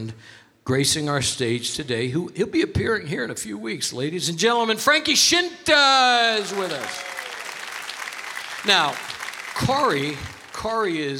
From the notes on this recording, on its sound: Live at the South Point Casino